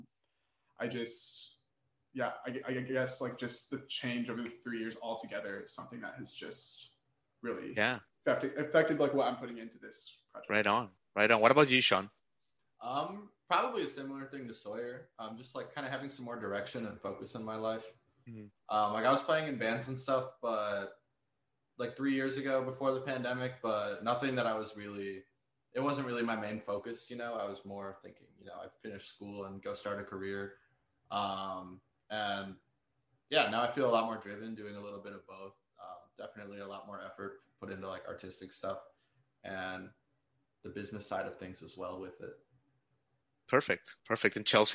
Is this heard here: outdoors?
no